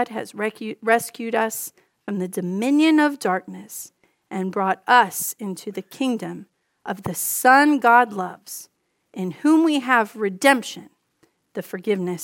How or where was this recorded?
large echoing room